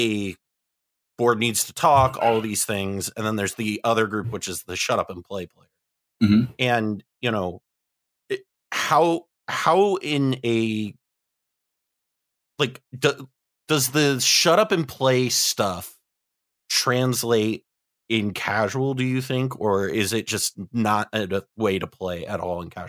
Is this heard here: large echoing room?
no